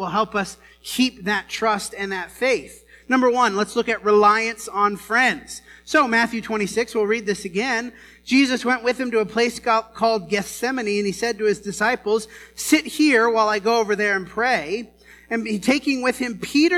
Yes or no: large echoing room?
yes